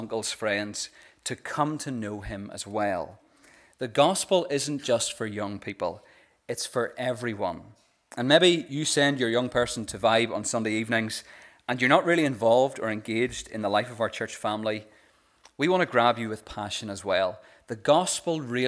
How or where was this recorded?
large echoing room